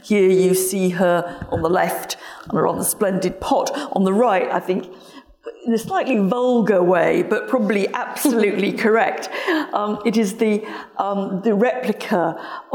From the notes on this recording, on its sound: This event was recorded on the 26th of February 2023, at Sotheby's in London.